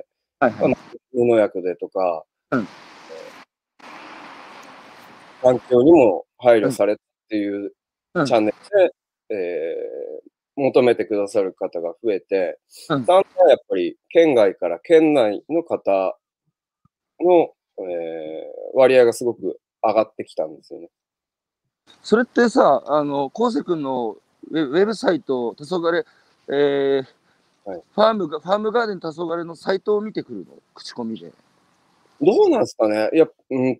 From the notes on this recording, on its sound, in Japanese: 歩きながら1時間、対談する。